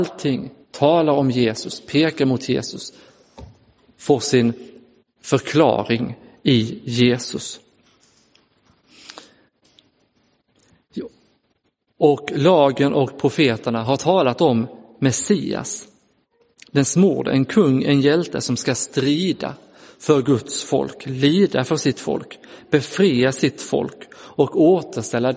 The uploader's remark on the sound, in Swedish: Inspelad i Roseniuskyrkan den 14 augusti 2022.